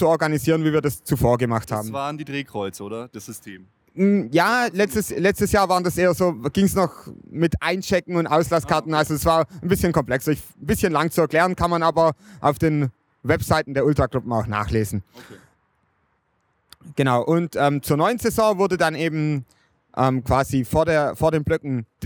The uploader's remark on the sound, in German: Am vergangenen Heimspiel gegen Hannover wurde erstmals die freie Blockwahl getestet. Wir waren live in der Südkurve und haben uns die Sache mal direkt angeschaut und zahlreiche Interviews mit Fans.